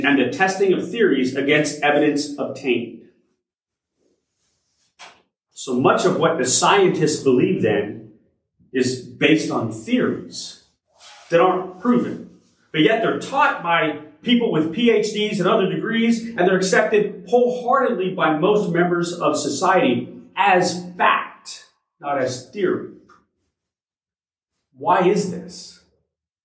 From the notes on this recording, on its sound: Originally delivered on April 16, 2023 at Crossroads Christian Fellowship in San Antonio, TX